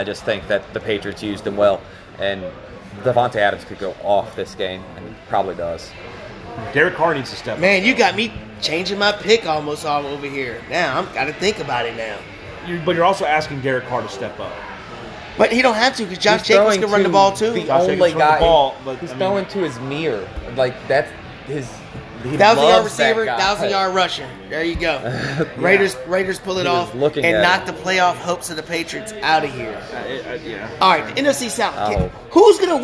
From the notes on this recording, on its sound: Live at Macados.